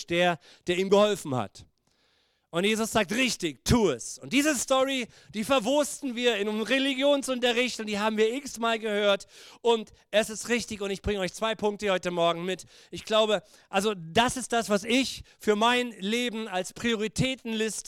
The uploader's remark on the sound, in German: Gottesdienst Predigt